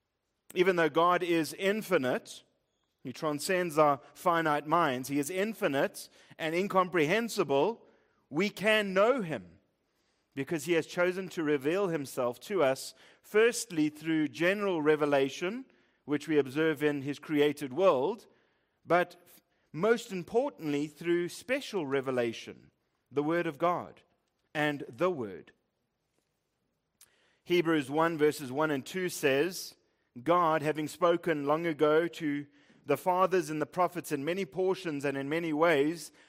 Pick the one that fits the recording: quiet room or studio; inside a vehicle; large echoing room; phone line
large echoing room